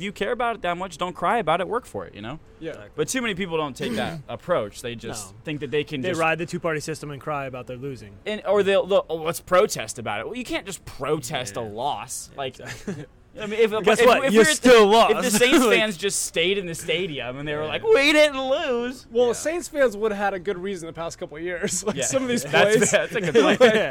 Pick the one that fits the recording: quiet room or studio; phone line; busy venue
busy venue